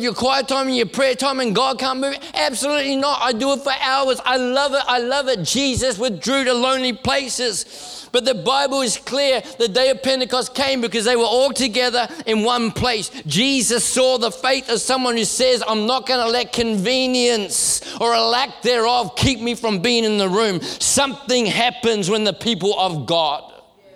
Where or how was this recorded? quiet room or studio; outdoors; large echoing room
large echoing room